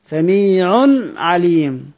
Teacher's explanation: النون الساكنة. لما أقول سميع بنطق نون بين العين والعين